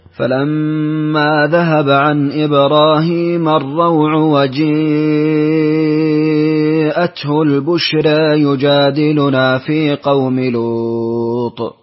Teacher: ستشبع المتصل وتميل قوله جاء وجاءته وأيضا لفظة البشرى